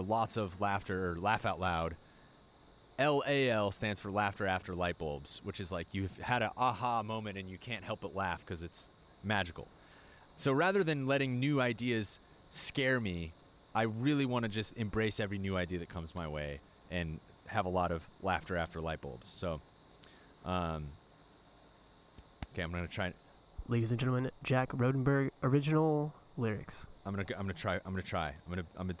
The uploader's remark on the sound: recorded one in the backyard